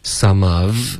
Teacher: some 跟 of 呢会连读，someof，然后这个 v 的音就给省了